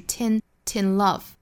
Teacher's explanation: girl likes to be crossed in love. Cross.美音的话口型要更大一些。Cross 跟 cross 的差别。Crossed in love. 尾部的字母 D 呢发 T 这个轻辅音，所以跟后面连读呢就是 tin